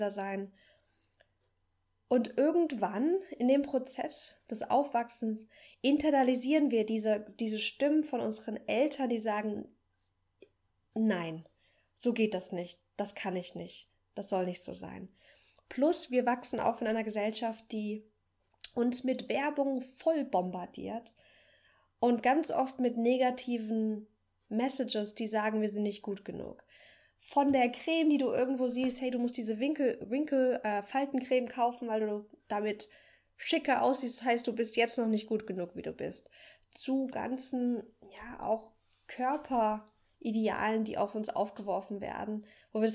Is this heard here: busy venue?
no